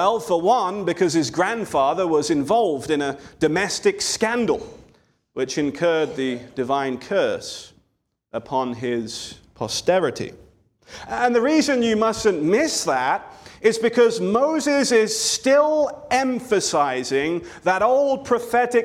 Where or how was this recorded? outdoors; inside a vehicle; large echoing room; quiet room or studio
large echoing room